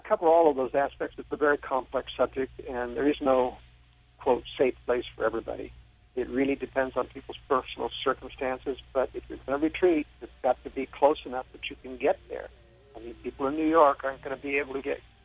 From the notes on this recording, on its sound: Called.